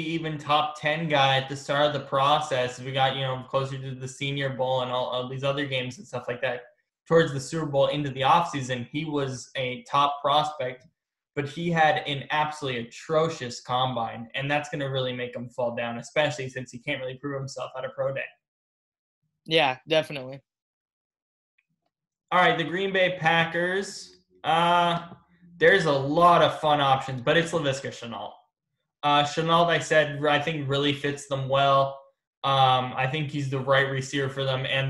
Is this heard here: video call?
yes